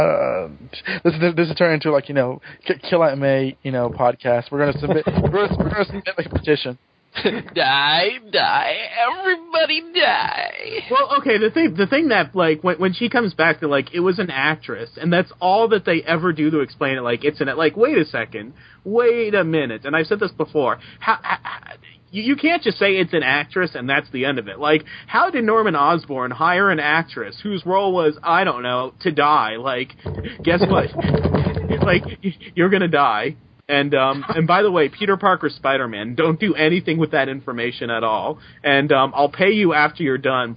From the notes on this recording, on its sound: In this episode we take live callers from around the world